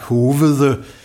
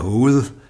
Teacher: Han har udtalt en hel del af de svage vokaler, som vi ikke udtaler med. · Shown in: first take